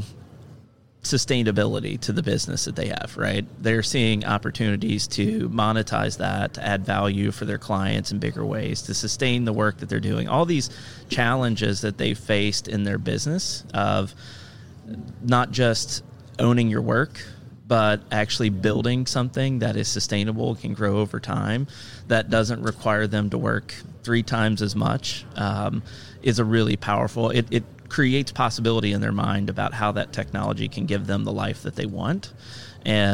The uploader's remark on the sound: Live from SHRM 2022.